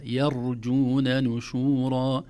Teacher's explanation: التنبيه الأول ترقيق الياء، لا نقول يرجون لأنها الأذن لا تستغربها، لأن الراء مفخمة فيكون أسهل على اللسان يقول يرجون، لكن لا يا يرجون نشورا. نرقق الياء ونفخم الراء الساكنة دون قلقلة، لا نقول يرجون يرجون، الراء الساكنة ليس فيها قلقلة، أو الراء في عمل ليس فيها قلقلة.